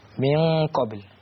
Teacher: إخفاء حقيقي نون ساكنة أتى بعدها حرف القاف والقاف من حروف الإخفاء الحقيقي